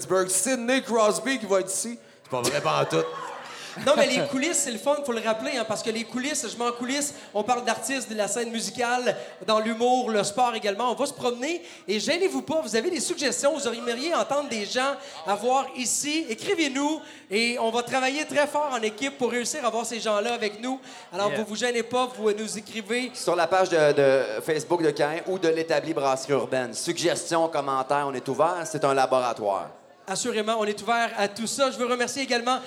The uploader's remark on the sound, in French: Captation devant public a l’Etabli Brasserie Urbaine, Drummondville.